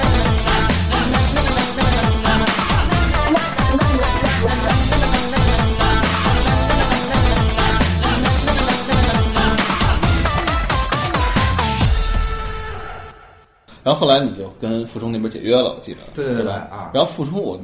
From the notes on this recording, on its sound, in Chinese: 人声部分是用录音机外录的，所以听上去可能有些辽阔。